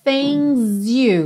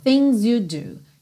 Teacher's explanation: Você já junta esse S e percebe que ele ganha até um som de Z.